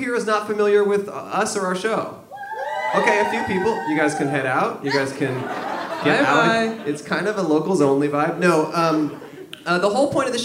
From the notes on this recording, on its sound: PBO Live in Oakland! A high school teacher reuniting with FOUR of her former students LIVE.